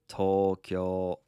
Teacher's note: Tokyo has 2 long vowels, one on the to and then another one on the kyo. And it's Tokyo.